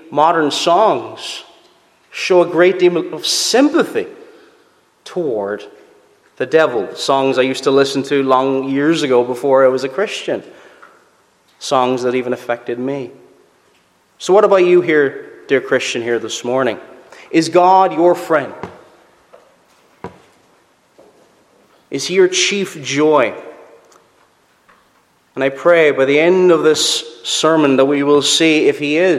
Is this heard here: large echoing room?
yes